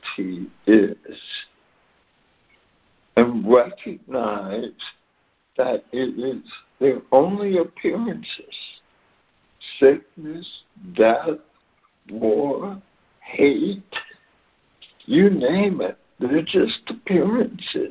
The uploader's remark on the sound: ACIM Daily Conference Call